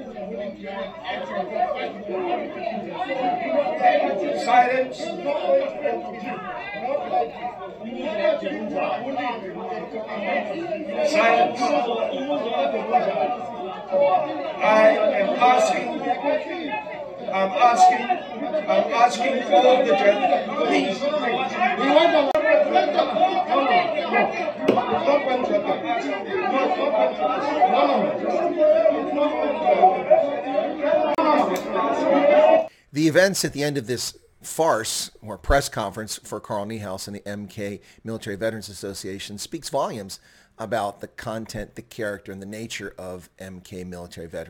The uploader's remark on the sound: MK Vets Press Conference